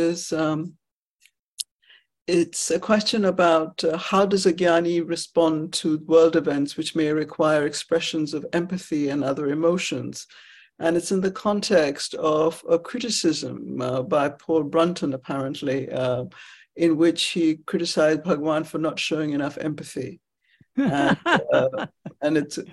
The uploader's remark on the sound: In a Zoom meeting with the Ramana Maharshi Foundation UK on 13th May 2023